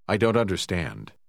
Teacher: wie sich der Endlaut T der Wörter but, don't, not etwas abgeschwächt mit dem folgenden Wort verbindet